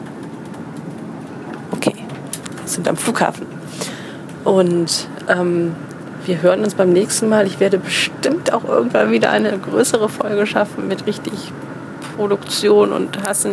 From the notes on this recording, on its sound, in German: Eine Midi-Folge (quasi) live aus dem Zug (mit Durchsage und zwischenzeitlicher Ortsunkenntnis).